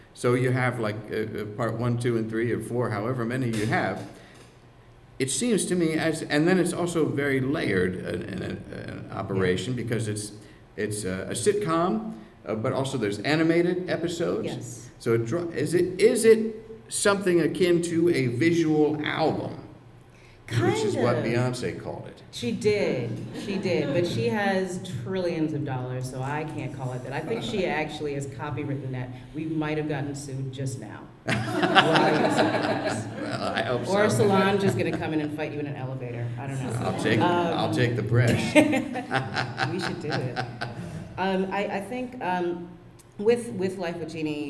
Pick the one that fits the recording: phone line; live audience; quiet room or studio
live audience